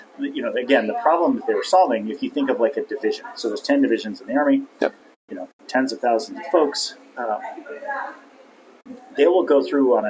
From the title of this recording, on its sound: Live from RNDF22